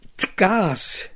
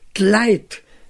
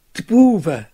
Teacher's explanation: die Reduktion des bestimmten Artikels die, sowohl im Femininum als auch im Plural, auf den Konsonanten d